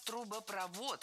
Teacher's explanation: В сложных словах со второй частью «провод» ударение падает на последний слог. И ориентироваться здесь можно на глагол «проводит».